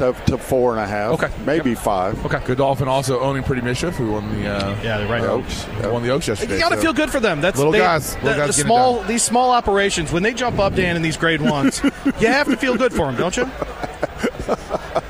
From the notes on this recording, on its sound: live from Churchill Downs